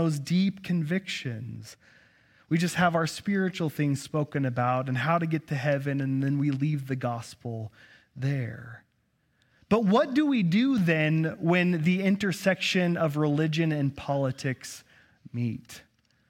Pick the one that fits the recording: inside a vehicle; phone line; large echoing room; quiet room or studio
large echoing room